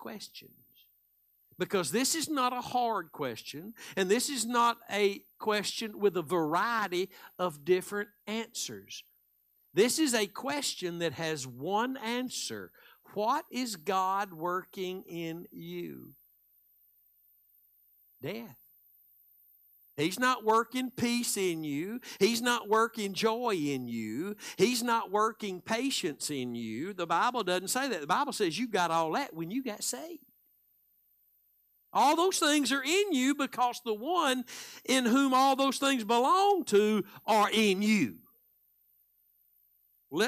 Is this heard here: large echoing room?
yes